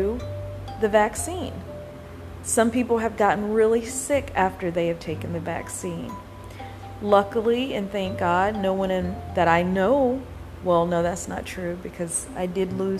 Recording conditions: background noise